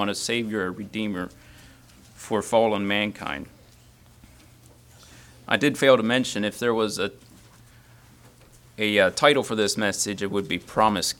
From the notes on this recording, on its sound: Message preached at Word of Hope on Sunday, December 3, 2023